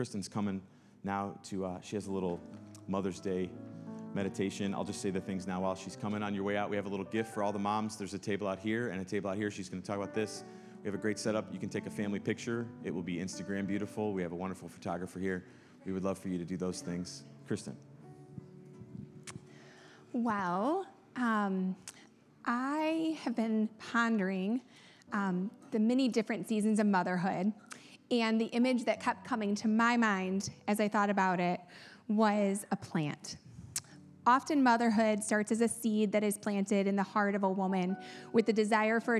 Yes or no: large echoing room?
yes